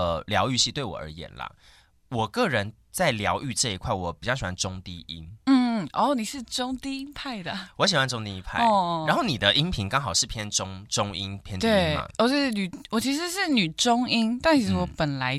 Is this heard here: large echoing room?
no